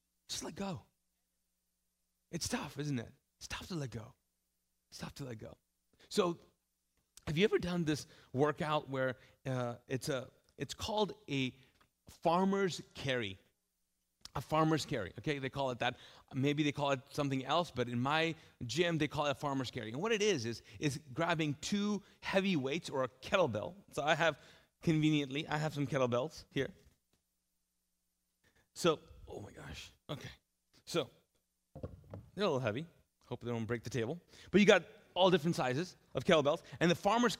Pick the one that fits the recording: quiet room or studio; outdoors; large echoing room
large echoing room